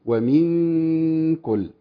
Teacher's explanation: المطلوب مني ان انا اتي باخفاء في شبهه اظهار · Term: إخفاء